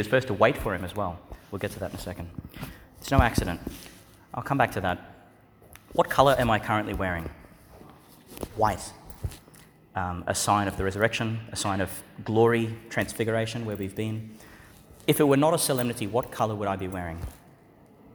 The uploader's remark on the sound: Homily for the Solemnity of the Immaculate Conception of the Blessed Virgin Mary, delivered in Duc in Altus Church, in Magdala's Chapel, Migdal, Israel.